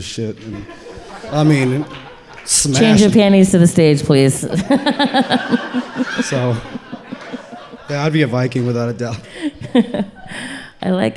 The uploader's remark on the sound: go live at Black Apple Crossing in Springdale, Arkansas